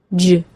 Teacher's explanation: Since the J sound is a voiced CH sound, it should not surprise you that the J sound begins by stopping the air in the tongue in the same position as the D sound, j. With the J sound, just like with the CH sound, the stop is released with friction.